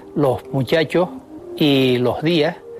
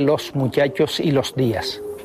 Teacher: aspiran los canarios la S que aparece a final de sílaba · Shown in: first take · Así se dice en las islas, los muchachos y los días, en lugar de los muchachos y los días. · Term: aspiración